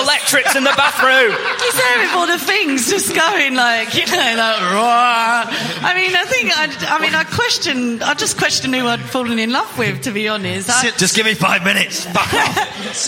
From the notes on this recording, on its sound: All in front of a studio audience as part of the Manchester Podcast Festival.